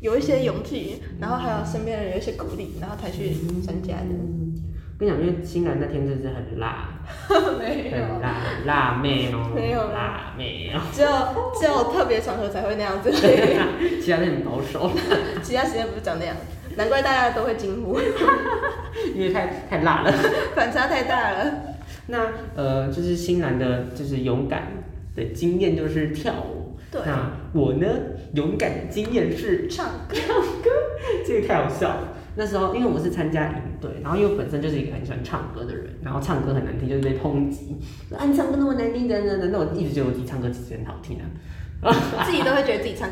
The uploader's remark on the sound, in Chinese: 回音較大，請見諒